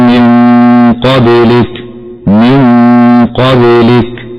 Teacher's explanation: والباء في كلمة قبلك ساكنة وحكمها القلقلة لكونها من حروف قطب جد، قال الناظم قلقلة قطب جد.